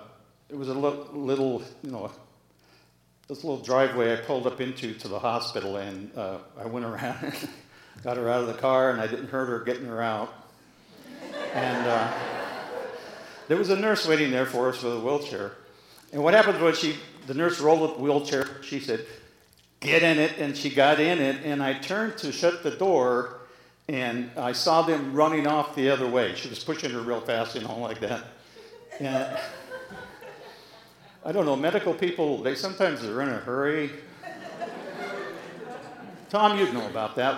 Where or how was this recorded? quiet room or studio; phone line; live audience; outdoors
live audience